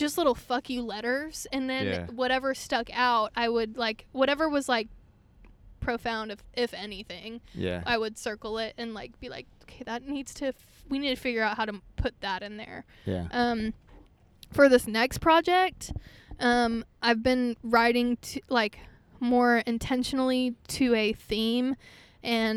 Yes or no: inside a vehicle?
yes